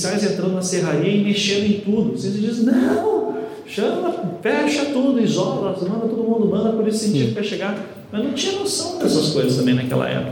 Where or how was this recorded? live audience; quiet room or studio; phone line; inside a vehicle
live audience